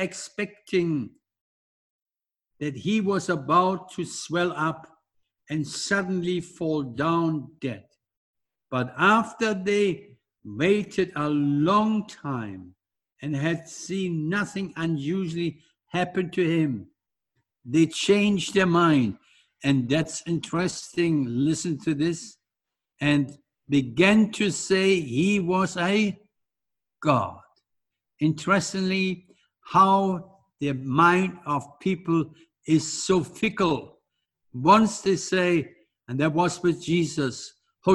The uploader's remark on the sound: Audio sermon streamed live from The King's Way Christian Fellowship Home Service, Melbourne, Australia.